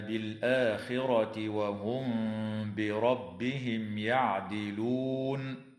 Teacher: تخفى الميم الساكنة عند الباء مع الغنة في قوله تعالى وهم بربهم، بينما تظهر عند الياء في قوله